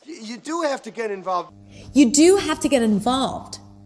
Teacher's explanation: then the do is usually stressed because it is there to begin with to stress the verb